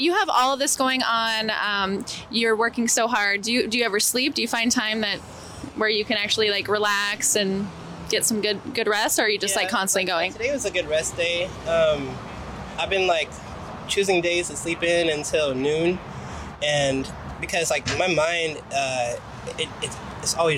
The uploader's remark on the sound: Star Awards Live Coverage. Portland Hip Hop Week. We did live interviews with local artists. The 2022 "STAR AWARDS" presented by Leadertainment featured collaborations with Mic Check and PDX Rated Ill Records .